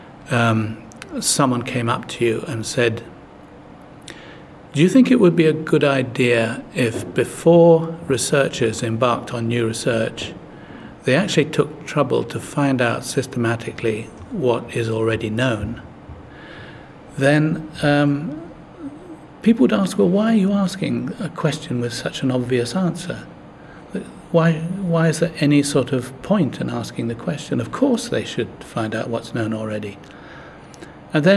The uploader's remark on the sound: recorded at Evidence Live